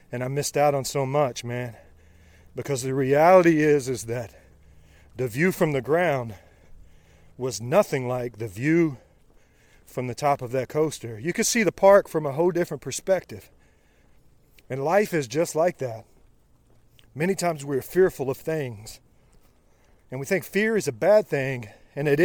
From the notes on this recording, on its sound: Live from the trail during a rainy 75 hard run